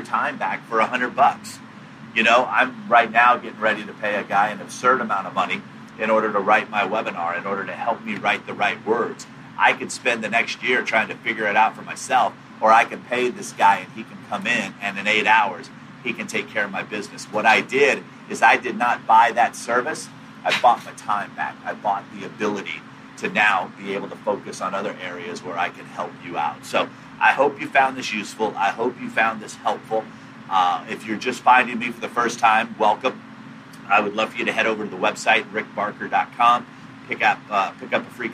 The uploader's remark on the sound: live from the backstage